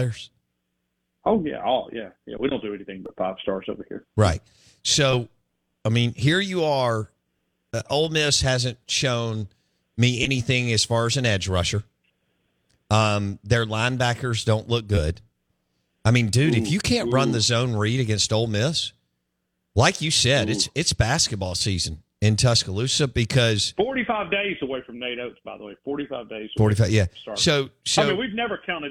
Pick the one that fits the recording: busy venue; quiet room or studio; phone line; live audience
phone line